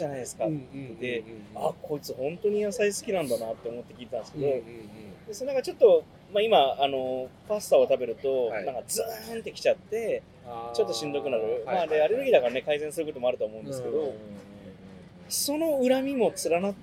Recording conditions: outdoors